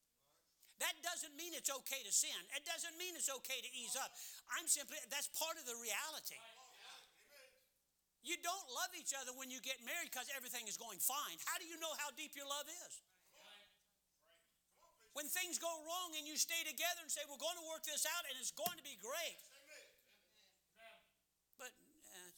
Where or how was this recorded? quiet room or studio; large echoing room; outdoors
large echoing room